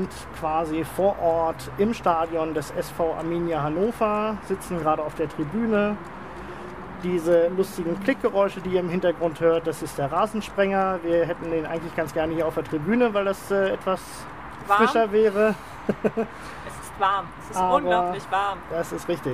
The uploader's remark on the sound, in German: direkt von der Tribüne des SV Arminia Hannover von unserem kürzlich dort veranstalteten LandesPARTEItag